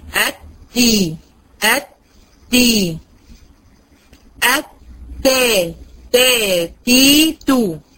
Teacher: طرف اللسان العريض مش المدبب، طرف اللسان العريض مع اصول الثنايا العليا